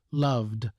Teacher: And when we make past tenses, it's very hard for us to really differentiate, for example, make the difference between love in the present and loved in the past, because there's a cluster at the end. There's a V and that D, loved.